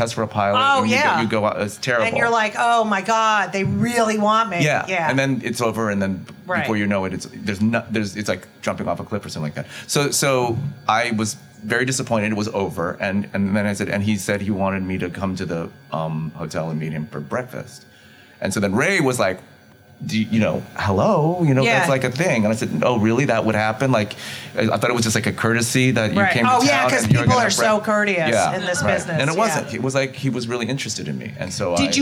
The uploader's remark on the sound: LIVE from Club Cumming ! LIVE from Club Cumming !